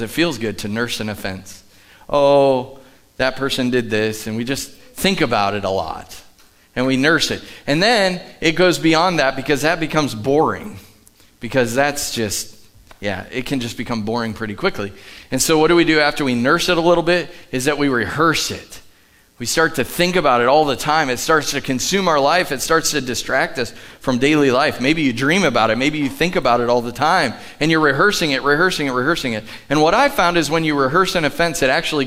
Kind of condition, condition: setting, large echoing room